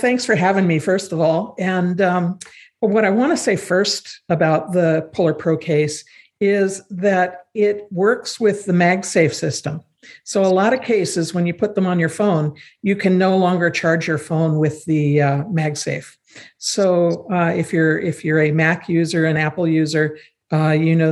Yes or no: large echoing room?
no